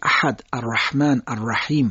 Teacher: خب ببینید اینجا ما هی جیمی صفت بحه داره، اونو باید یه مقدار قلیستر ادا بکنیم، جریان هوا رو شدید کنیم برای حرف حا